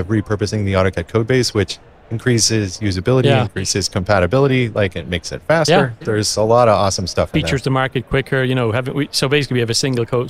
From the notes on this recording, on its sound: Recorded live from the show floor at Autodesk University 2022.